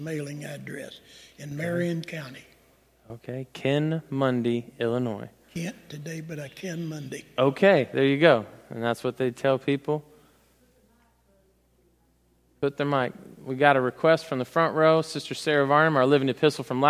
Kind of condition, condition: setting, large echoing room